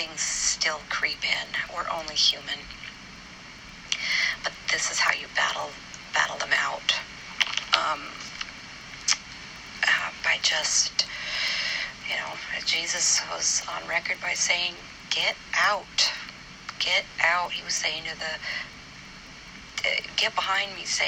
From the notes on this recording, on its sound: It’s not a very good recording